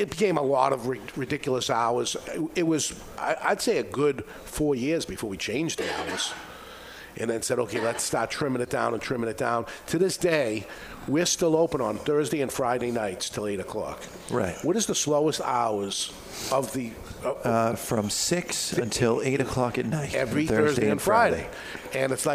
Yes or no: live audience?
yes